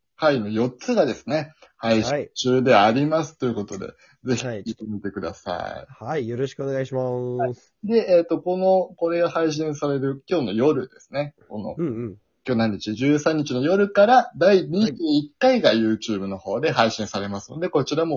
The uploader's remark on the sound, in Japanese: 今回もリモート収録でお届け！台本をまる読みで後半息切れしてますがご容赦ください！笑い声あり。